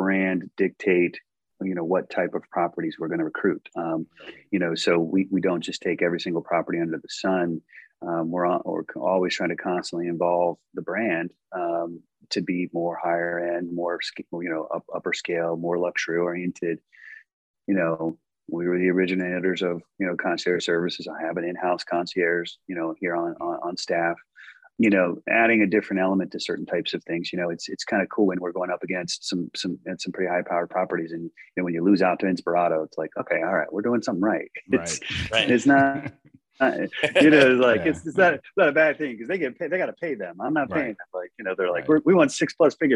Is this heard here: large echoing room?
no